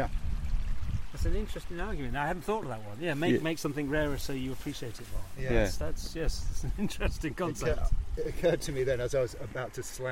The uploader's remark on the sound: Shows us around his local patch. We head into the hills.